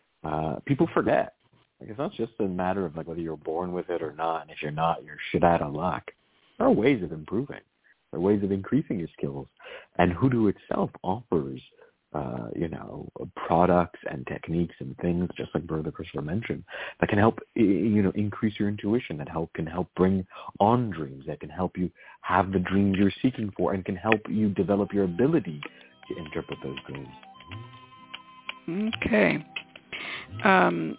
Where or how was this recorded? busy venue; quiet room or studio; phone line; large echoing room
phone line